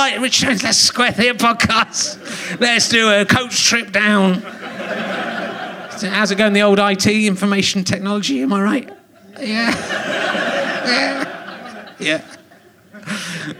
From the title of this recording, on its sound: Leicester Square Theatre Podcast